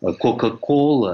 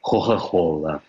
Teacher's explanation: тосканцы почему-то не умеют выговаривать твердо звук «к» между двумя гласными · Shown in: second take · Ну, скажем, вместо «кока-кола» они произносят «хо-хо-хола». · Term: придыхательному произношению